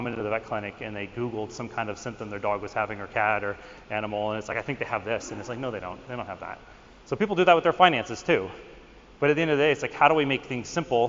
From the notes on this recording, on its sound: Recently spoke at the NAVC VMX 2023 conference where he discussed with the audience. You will get a snippet of the actual presentation.